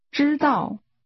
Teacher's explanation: pronounced with a high level followed by a falling tone